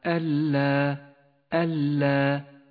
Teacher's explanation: النون الساكنة وبعدها حرف اللام، تسقط النون من اللفظ وتشدد اللام التي بعدها ولهذا لونت النون بالرمادي ألا. · Term: الإدغام بلا غنة